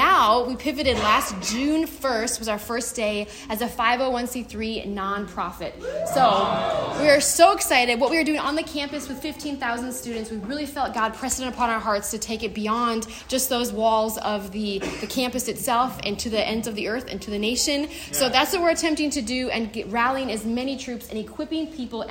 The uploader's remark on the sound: LIVE FROM CMN. At the 2023 CMN Conference in Houston, Texas.